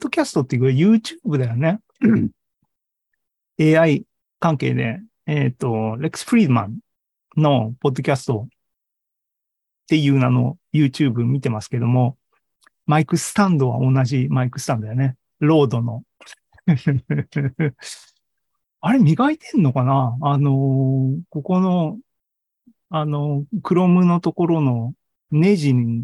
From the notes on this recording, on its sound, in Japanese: ２０２３年４月２６日に開催した ZOOMライブの模様です